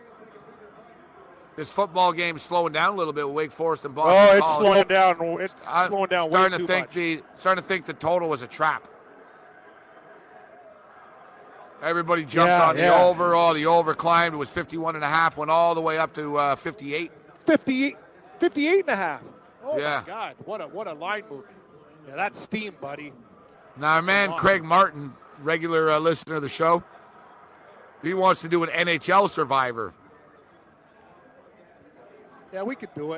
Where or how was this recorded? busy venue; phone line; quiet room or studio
busy venue